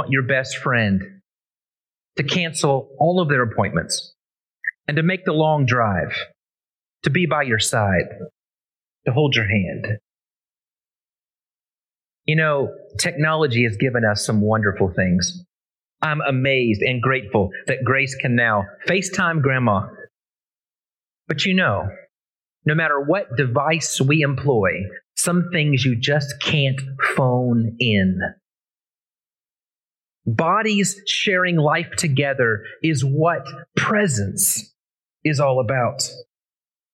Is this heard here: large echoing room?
yes